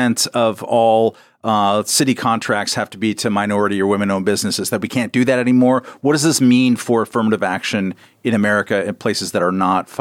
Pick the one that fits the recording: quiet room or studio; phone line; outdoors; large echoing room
quiet room or studio